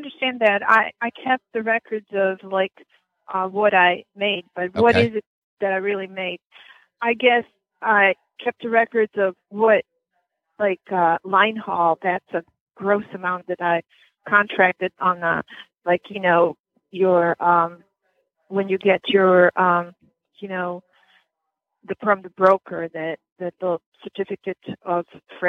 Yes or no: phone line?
yes